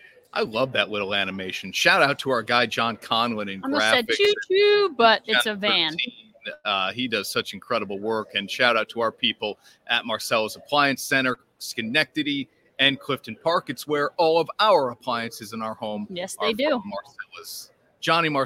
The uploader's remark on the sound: LIVE From Saratoga Race Course